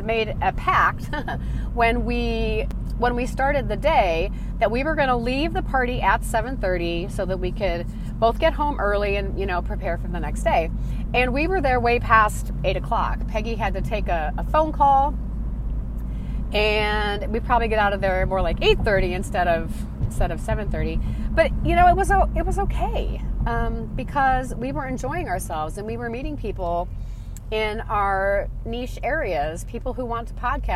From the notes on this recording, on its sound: Podcast recording in my car - completely unscripted, free flowing, and somewhat out of control.